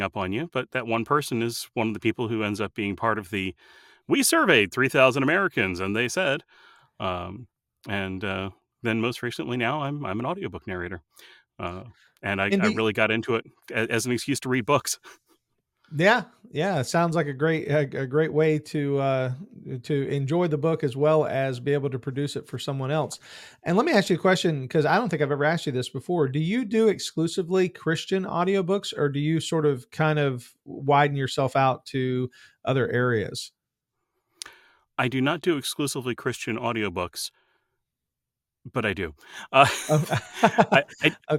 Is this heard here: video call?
no